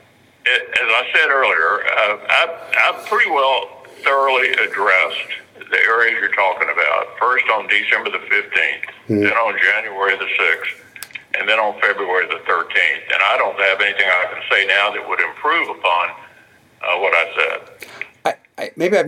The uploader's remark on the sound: recorded telephone interviews